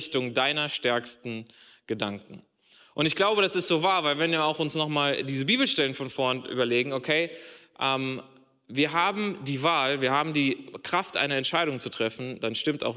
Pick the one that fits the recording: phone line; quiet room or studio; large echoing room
large echoing room